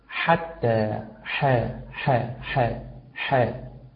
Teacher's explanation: حاول أن تعتني بما يعرف ويسمى ببحة الحاء